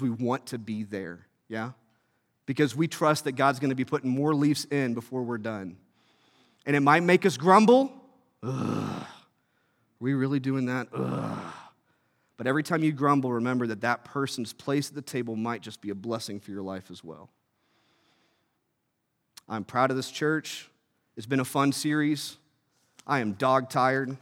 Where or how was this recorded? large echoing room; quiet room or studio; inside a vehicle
large echoing room